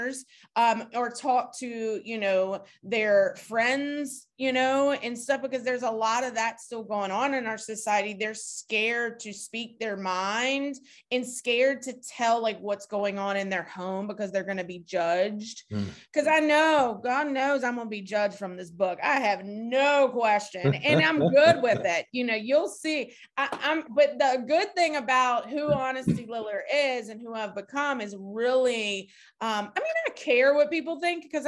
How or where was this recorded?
video call